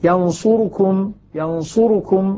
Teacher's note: راء أيضا ضمة مختلسة